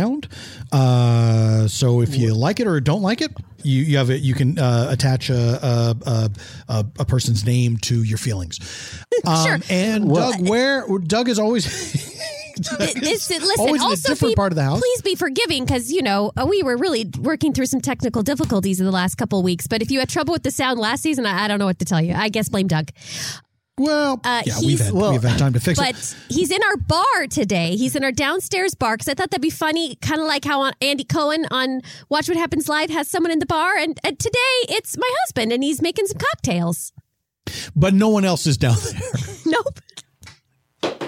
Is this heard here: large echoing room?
no